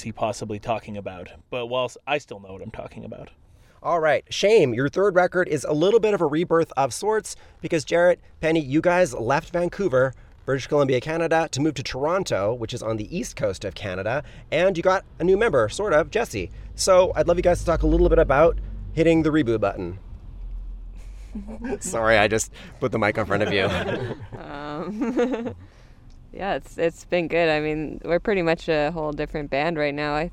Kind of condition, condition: setting, inside a vehicle